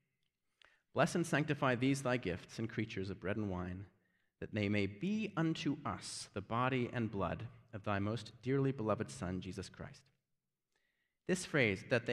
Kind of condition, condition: setting, large echoing room